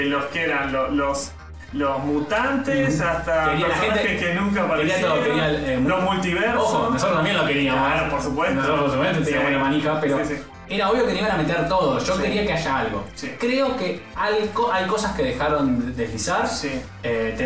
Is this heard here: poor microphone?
yes